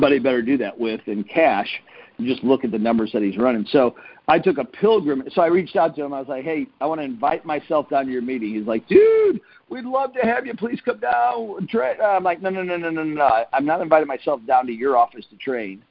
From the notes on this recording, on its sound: Team Freedom conference call on 8/30/19.